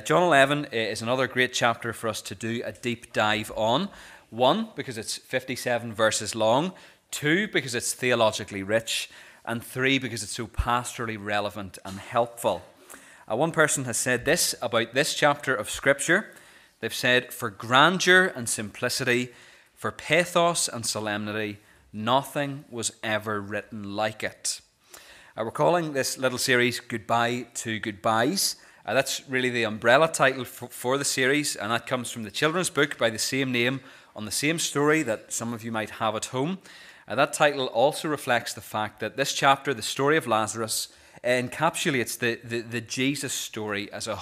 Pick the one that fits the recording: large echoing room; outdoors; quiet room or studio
large echoing room